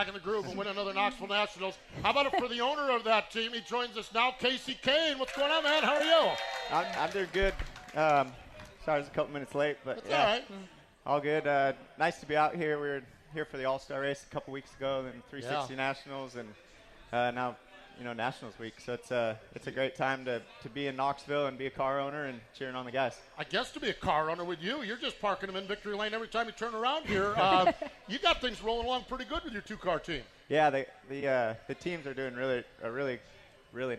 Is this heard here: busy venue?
yes